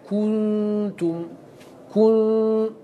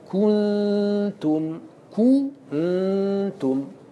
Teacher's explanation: فالنون ساكنة وقد لفظت بها والشفتين مضمومة · Shown in: first take · لا بد أن تقول كنتم كنتم، وهكذا تفعل.